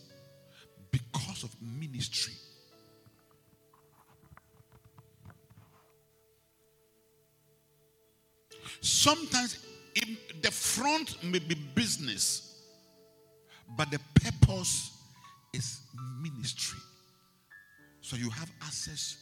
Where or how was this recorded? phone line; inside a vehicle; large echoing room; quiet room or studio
large echoing room